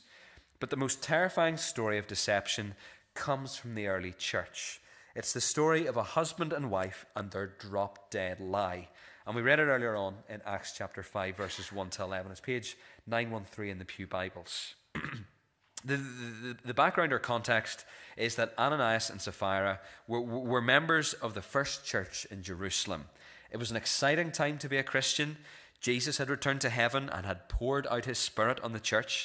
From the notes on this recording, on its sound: This is the recording of the Bible reading and sermon from our evening service on Sunday 25th February 2024.